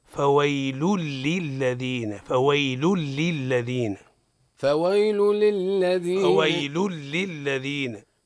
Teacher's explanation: نضم اللام ثم ننتقل مباشرة إلى اللام الثانية · Term: إدغام بلا غنة